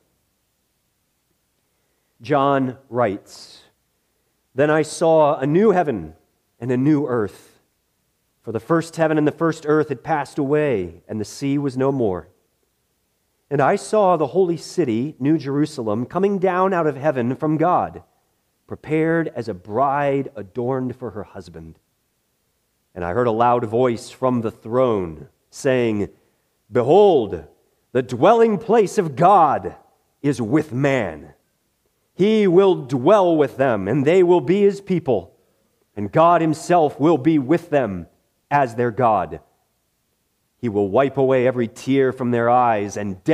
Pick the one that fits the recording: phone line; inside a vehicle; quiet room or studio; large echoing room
large echoing room